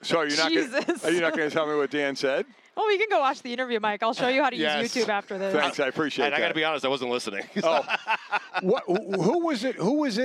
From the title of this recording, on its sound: Joins from Radio Row in Vegas